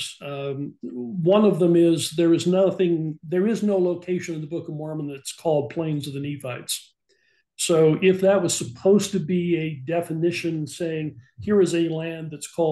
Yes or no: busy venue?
no